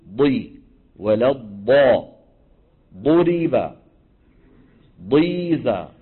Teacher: اندفاع اللسان عند نطق الضاد من مؤخرة الفم إلى مقدمته حتى يلامس رأس اللسان أصول الثنيتين العليين · Term: الاستطالة